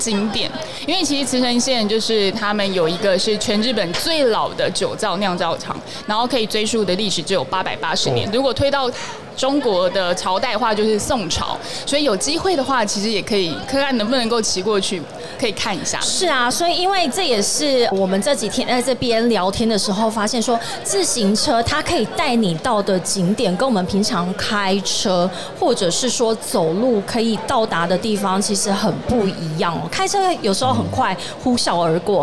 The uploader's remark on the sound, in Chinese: 2022 Taipei Cycle台北國際自行車展-Live Podcast